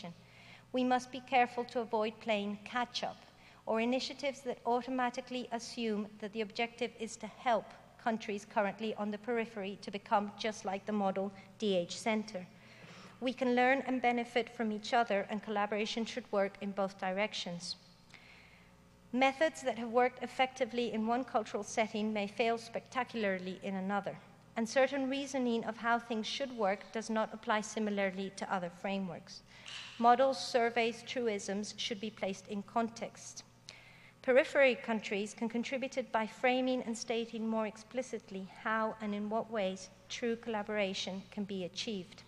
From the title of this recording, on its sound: Digital Humanities 2013 Closing Keynote